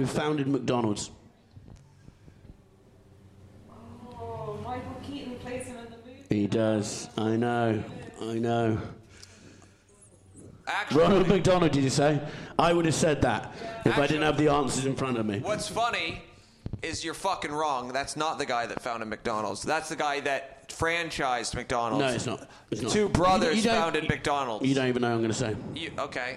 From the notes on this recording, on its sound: Live In Edinburgh Fringe 2022. We have dug into the vault to find another live show from Edinburgh for you to enjoy.